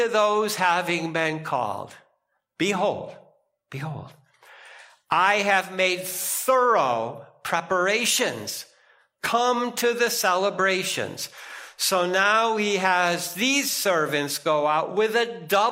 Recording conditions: large echoing room